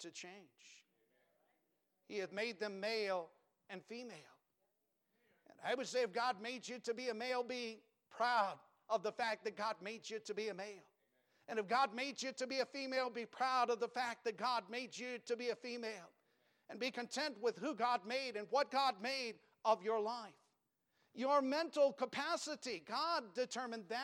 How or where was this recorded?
large echoing room